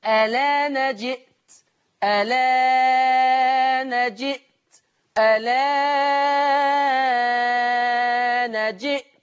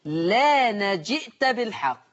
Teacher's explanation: لكن لو حذفت همزة الوصل لأن بقى الحرف اللي بعد منها متحرك ماليش إلا القصر بس · Shown in: second take